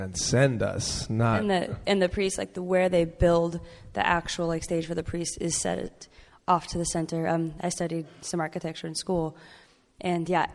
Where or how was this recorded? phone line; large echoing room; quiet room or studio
large echoing room